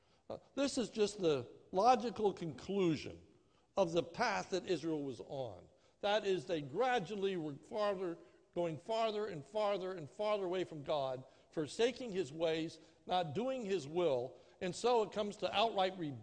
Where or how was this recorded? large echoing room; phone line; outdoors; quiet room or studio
large echoing room